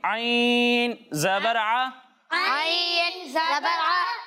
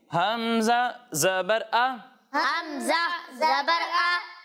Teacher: جب ہم عین کی ادائیگی کریں گے تو اسے حلق کے درمیانے حصے سے پڑھیں گے اور جب ہم حمزہ کی ادائیگی کریں گے تو اسے حلق کے نچلے حصے سے پڑھیں گے